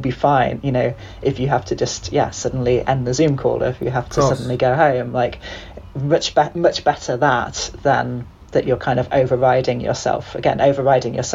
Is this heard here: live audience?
no